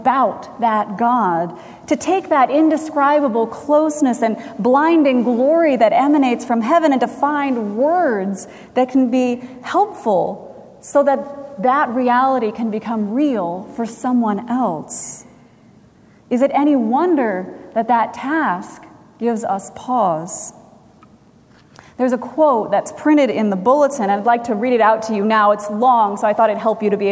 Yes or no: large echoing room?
yes